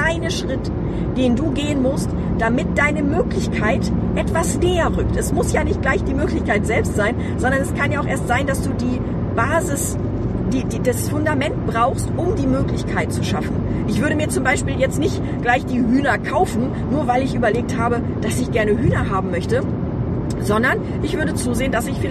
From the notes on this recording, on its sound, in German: Diese Episode ist ein bisschen anders als die anderen Episoden, weil ich sie im Auto aufgenommen habe.